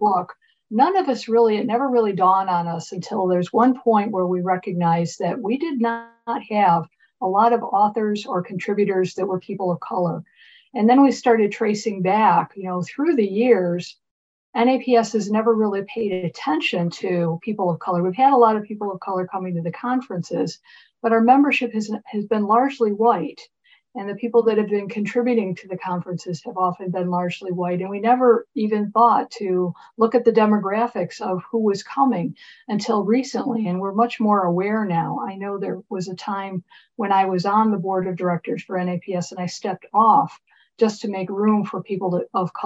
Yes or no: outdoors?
no